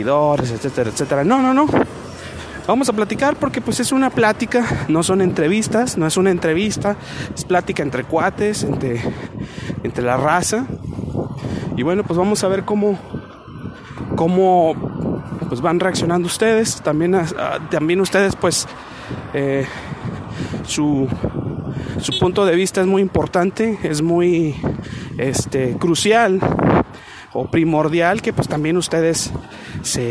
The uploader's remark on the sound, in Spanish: caminaba por las hermosas calles de Monterrey, N.L.